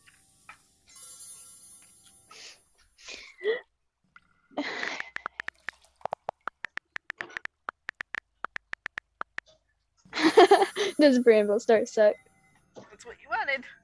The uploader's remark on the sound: Sorry for the bad noise and text noise lol, We forgot to mute it and nothing was working.